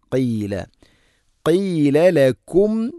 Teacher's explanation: ഖാഫ് ചെറുനാക്കിൻ്റെ ഭാഗമാണ് മഖ്റജ്.